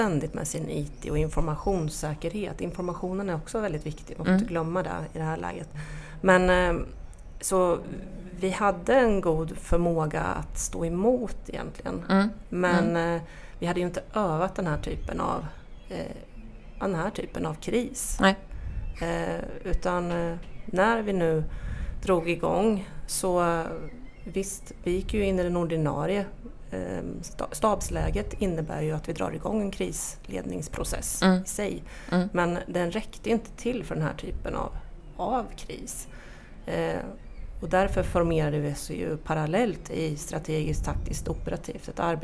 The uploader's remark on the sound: Så sitter vi i ett lusthus och blickar ut över vattnet. Under Almedalsveckan kommer Omsorgspodden släppa en serie kortare avsnitt som spelas in live i Visby.